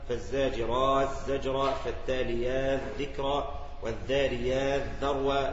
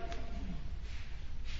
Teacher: بإدغام التاء في الصاد والزاي والذال من غير إشارة مع مد الألف قبلها. طيب إذن هذا يدخل عنده في باب الإدغام الكبير.